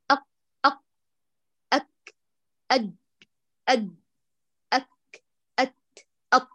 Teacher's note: هذه الحروف الشديدة، قويت اعتمادي فبتر الصوت، فحققت بذلك زمن الاحتباس أو الانحباس أو يقال له زمن الشدة.